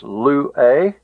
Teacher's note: The a is long, so the accent can only go to the upsilon.